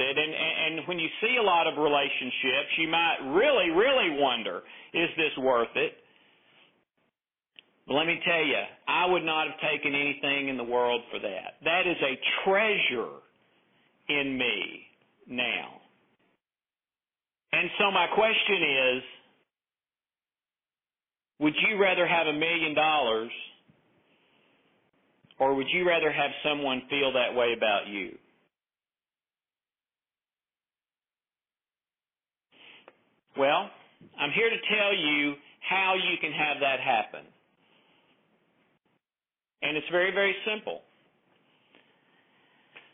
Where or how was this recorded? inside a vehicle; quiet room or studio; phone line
phone line